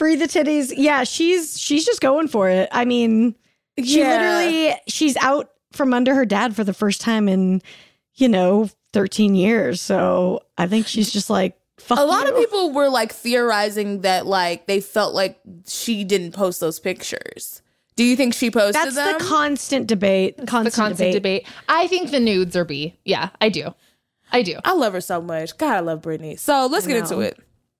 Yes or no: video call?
no